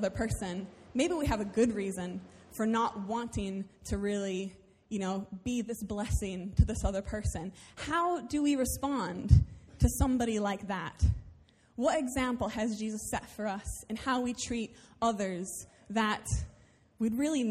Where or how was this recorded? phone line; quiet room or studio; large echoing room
large echoing room